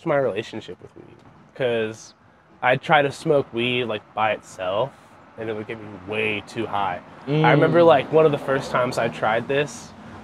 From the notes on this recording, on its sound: Recorded on the street in Somerville.